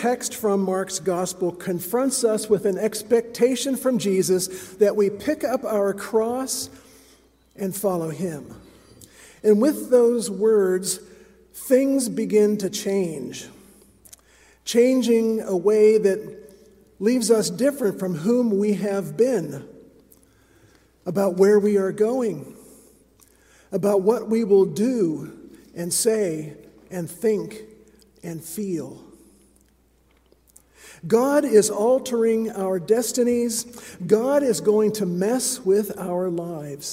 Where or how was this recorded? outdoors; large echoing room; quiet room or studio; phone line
large echoing room